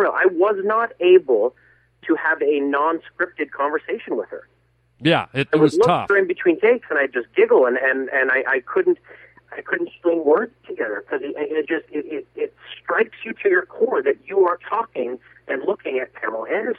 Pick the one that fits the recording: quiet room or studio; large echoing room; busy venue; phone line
phone line